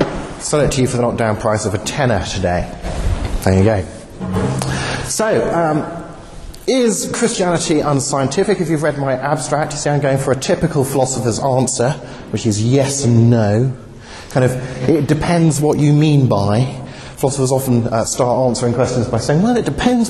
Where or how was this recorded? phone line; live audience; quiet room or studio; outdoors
live audience